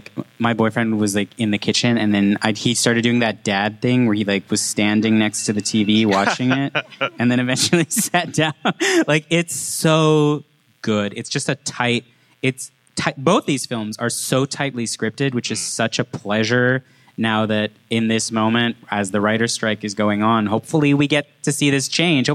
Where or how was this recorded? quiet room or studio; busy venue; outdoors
busy venue